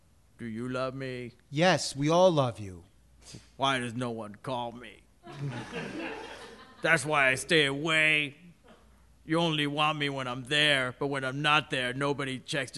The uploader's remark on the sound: Recorded live at The Villain Theater.